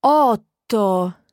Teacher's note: So you can actually hear that there's silence between the otto, the first part of the word, and the second part of the word. · Term: double consonant sound